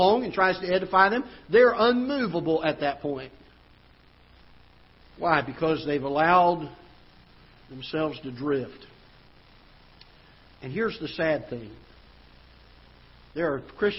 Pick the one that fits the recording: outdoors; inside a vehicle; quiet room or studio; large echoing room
large echoing room